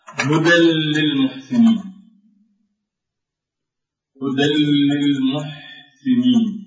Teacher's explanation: فهنا اللام لا بد من الإدغام بدون غنة، فهنا تنوين واللام هنا تشدد